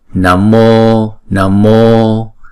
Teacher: Chữ O là diphthong, chúng ta sẽ đọc hai nhịp